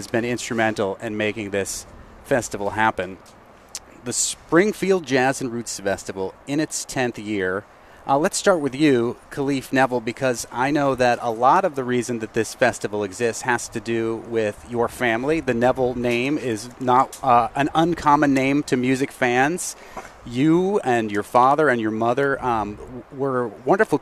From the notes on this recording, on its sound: The Fabulous 413 is live in the streets of the Fabulous 413. We’re broadcasting live from the kick off to the Springfield Jazz & Roots Festival . We'll be joined live in front of The Student Prince on Fort St.